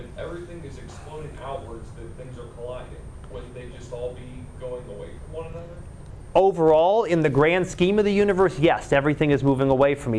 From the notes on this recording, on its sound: Live Class Lecture.